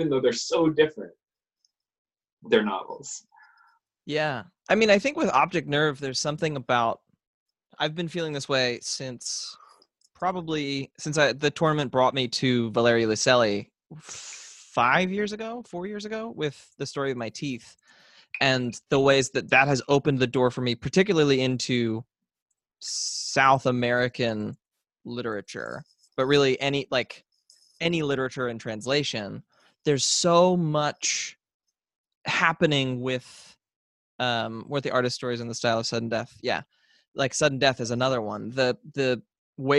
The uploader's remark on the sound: Zoom After Hours.